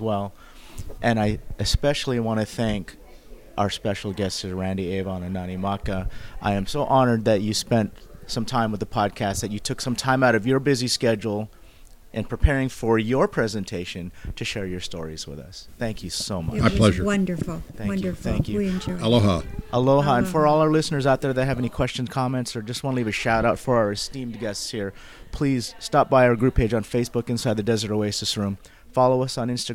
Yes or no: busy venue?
yes